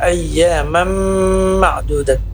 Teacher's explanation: Arti idgham bi gunnah pada kata ayyamam ma'dudat, fathatain bertemu dengan huruf mim, ini namanya idgham bi gunnah, masuk dengan dengung, panjangnya 4 harakat